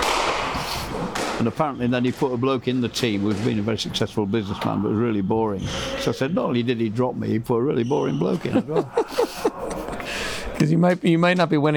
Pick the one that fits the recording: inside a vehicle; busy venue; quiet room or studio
busy venue